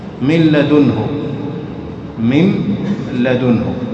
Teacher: إدغام النون في اللام، صار لام مشددة بدون غنة. من لدنه، من لدنه، دون أن تقف، بعضهم يقول من لدنه، غلط خطأ، مباشرة من لدنه، مثل ما تنطق اللام المشددة.